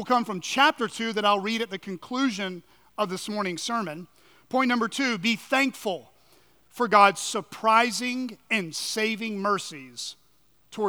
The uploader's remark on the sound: At Chaffee Crossing Baptist Church in Barling, AR.